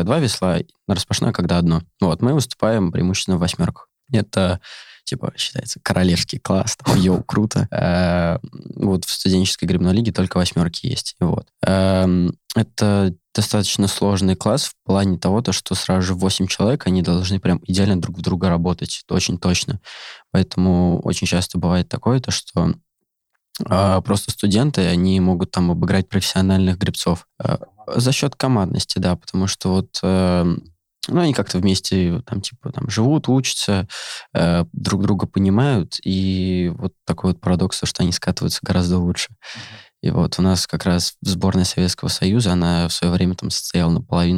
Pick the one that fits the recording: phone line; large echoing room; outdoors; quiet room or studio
quiet room or studio